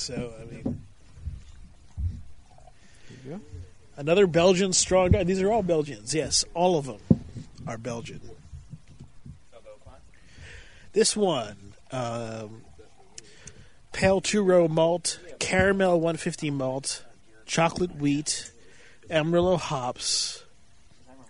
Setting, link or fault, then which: setting, outdoors